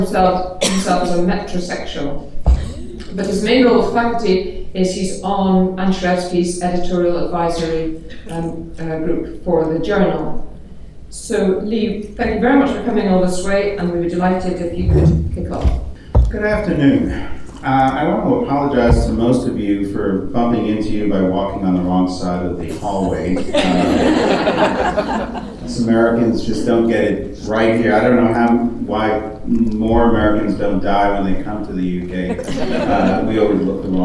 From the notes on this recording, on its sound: Recorded at the Faculty of Family Planning and Reproductive Healthcare annual symposium in Warwick this year.